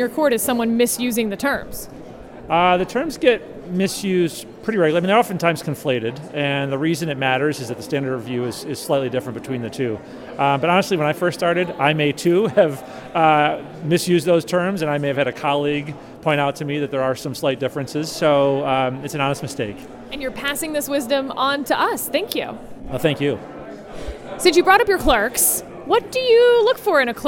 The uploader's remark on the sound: Live from the Mayflower Hotel